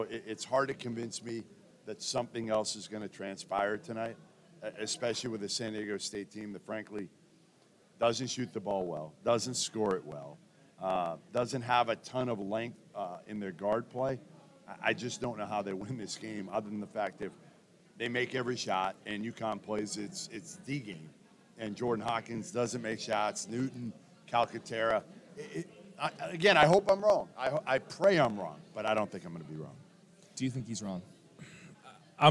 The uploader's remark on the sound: Live from NRG Stadium in Houston!